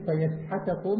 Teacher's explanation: أي قرأ حفص وحمزة والكسائي فيسحتكم بضم الياء وكسر الحاء والباقون بفتحهما